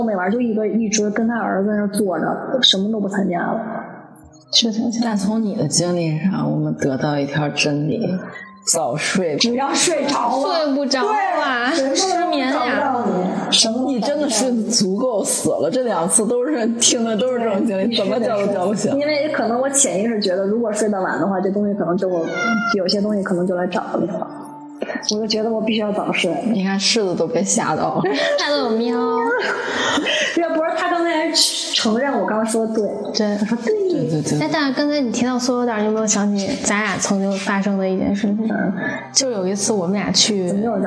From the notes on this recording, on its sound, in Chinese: 本次声音录制因设备原因音质受损。